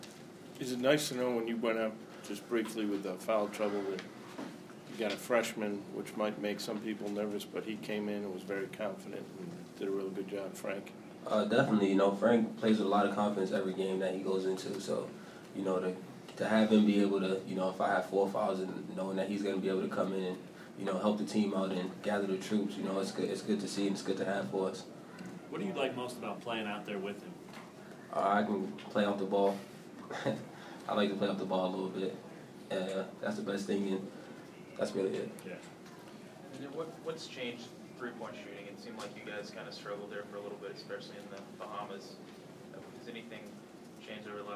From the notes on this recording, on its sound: Press Conferences & Post-Game Interviews.